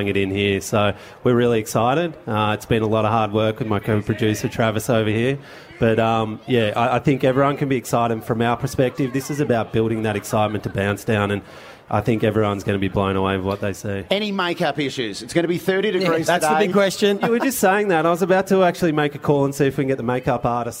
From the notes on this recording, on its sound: Grand Final Day live from The G. Live from the Triple MCG.